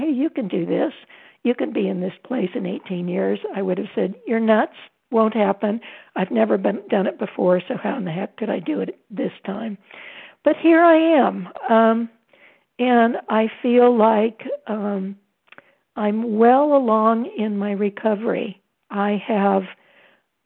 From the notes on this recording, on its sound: 100 Pounders Phone Meeting